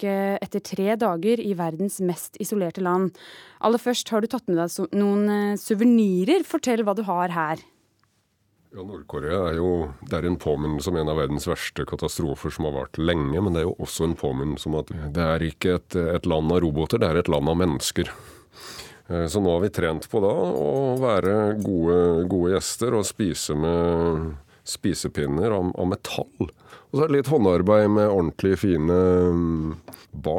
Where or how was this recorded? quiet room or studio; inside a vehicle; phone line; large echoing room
quiet room or studio